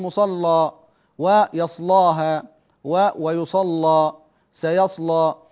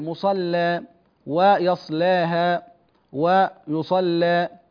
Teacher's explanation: في هذه الكلمات التغليظ في اللام مع فتح الألف · Shown in: first take · أقول مصلى ويصلاها ويصلى سيصلى، وأيضا الترقيق مع التقليل مصلى ويصلاها ويصلى.